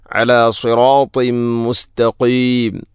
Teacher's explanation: തൻവീന് ശേഷം മീമ് വന്നാൽ ഇദ്ഗാം കാമിൽ, തൻവീനിനെ മീമിലേക്ക് ഇദ്ഗാം ചെയ്യണം